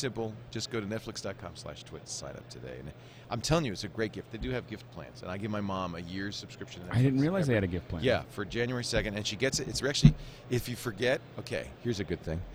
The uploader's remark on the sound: Day 1 live coverage of NAB Show 2011. Day 1 live coverage of NAB Show 2011.